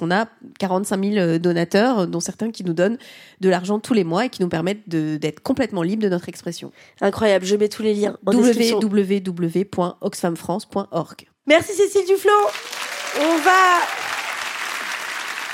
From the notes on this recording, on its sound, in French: Captation réalisée au Cabaret Sauvage.